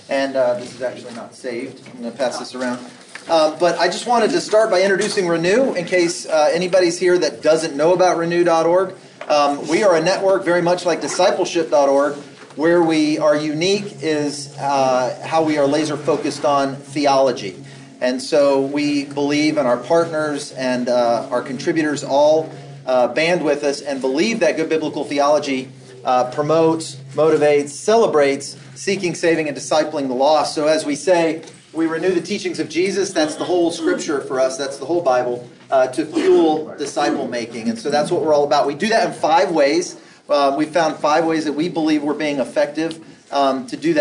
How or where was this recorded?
live audience